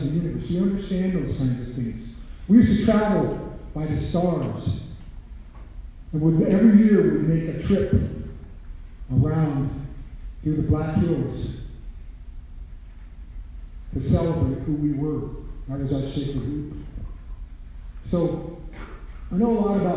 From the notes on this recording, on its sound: Recorded at North HS, lecture for all 10th grade students.